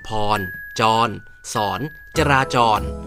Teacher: ถ้าตัวสะกดเป็นรอเรือจะมีเสียงสระอ